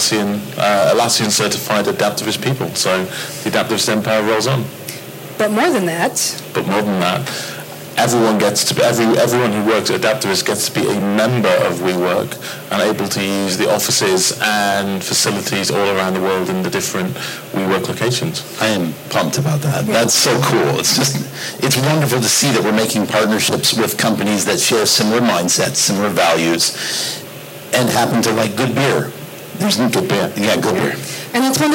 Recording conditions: live audience